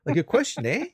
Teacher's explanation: the sentences often end on an upward lilt, like a question